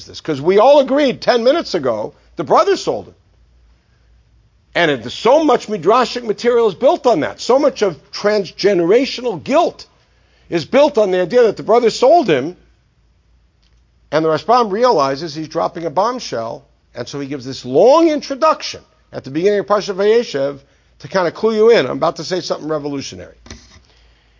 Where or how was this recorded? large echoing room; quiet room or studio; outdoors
large echoing room